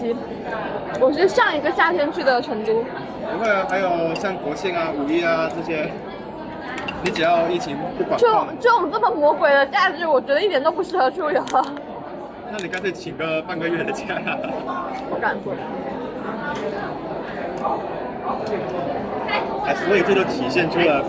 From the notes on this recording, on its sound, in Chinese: 是朋友来学校附近找我吃饭，顺便的聊天录音。环境嘈杂，多多包涵。